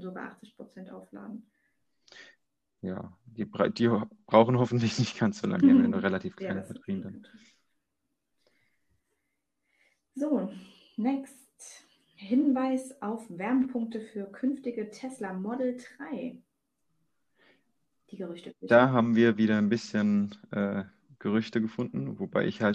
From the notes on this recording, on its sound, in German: Ich hatte eine erfolgreiche Zeit auf der Intercharge Networking Conference und entschuldige daher die Soundqualität sowie mögliche Missverständnisse die durch die Aufnahme übers Internet passieren.